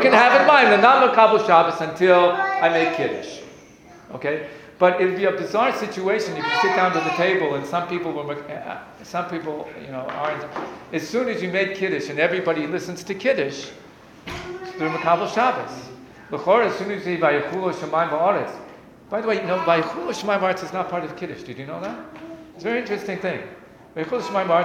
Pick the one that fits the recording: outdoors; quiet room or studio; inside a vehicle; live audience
live audience